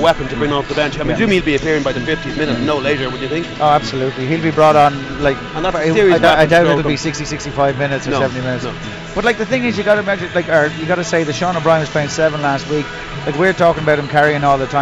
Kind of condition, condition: setting, busy venue